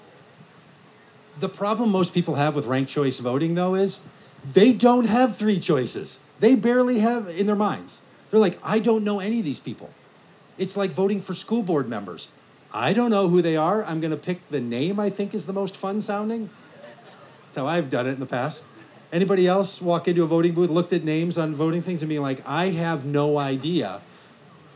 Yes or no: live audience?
yes